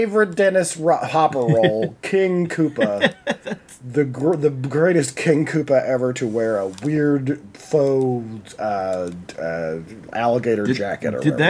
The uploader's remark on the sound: sorry about my mouse noise on this one